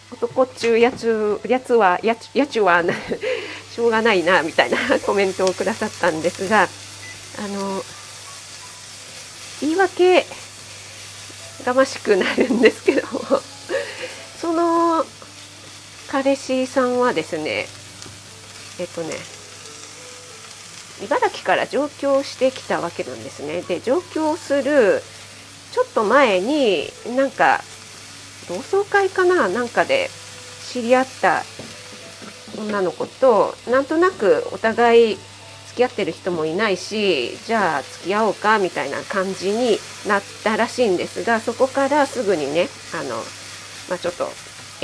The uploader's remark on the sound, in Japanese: 卯の花 作りながら収録してます。